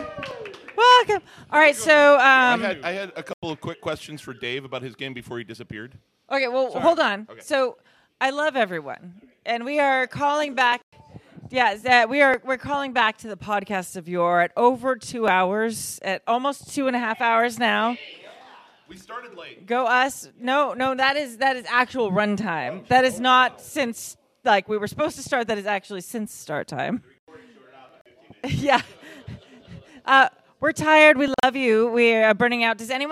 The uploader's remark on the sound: Live from OrcCon 2024 at the Hilton LAX in Los Angeles! A great panel show with members of our audience. Since it is a live event, the audio quality is not the same as our normal episodes recorded in our studio.